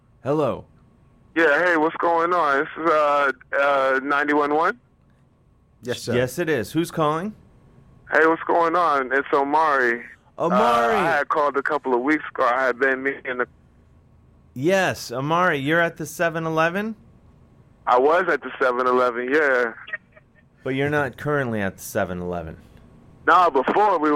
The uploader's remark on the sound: a lengthy phone call he had last week